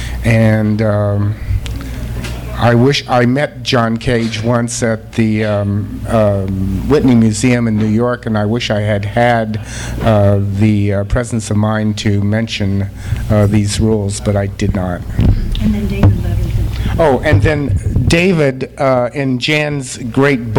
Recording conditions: live audience